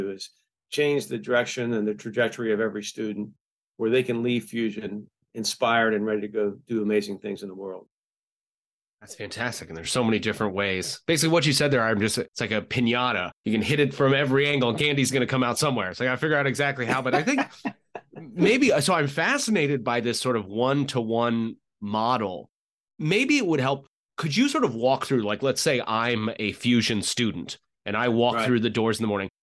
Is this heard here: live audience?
no